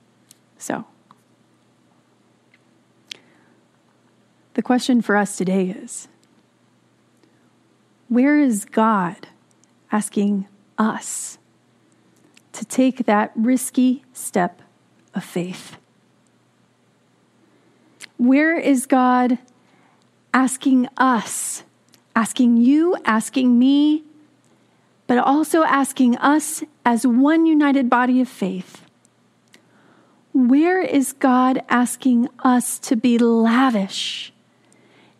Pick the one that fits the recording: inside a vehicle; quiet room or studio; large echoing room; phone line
large echoing room